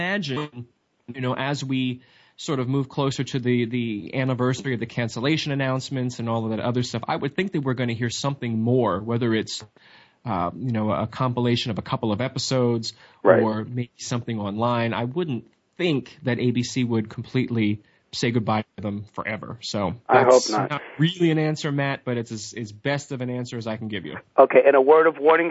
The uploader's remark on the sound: Soap Central Live opens the phone lines to fans